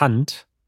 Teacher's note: Äh, und auf Deutsch ist es Hand. Obwohl es mit D endet, sagen wir Hand, also wie ein T am Ende. · Term: hartes T